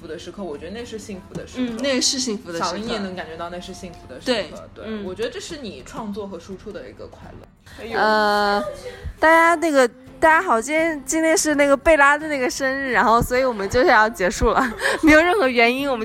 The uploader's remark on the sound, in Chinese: 节目因多人录制，音质略微嘈杂，敬请谅解。我们也用录音的方式把整个过程记录了下来。